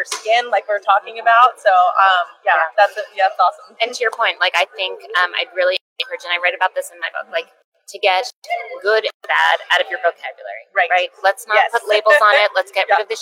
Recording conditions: busy venue